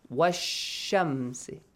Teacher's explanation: I skip it. So I directly join waw to sheen. And our sheen has a tashdeed.